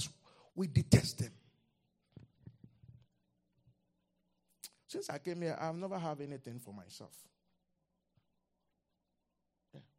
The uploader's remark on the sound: Revelation Service | LIVE from Charis Center | Albany, New York.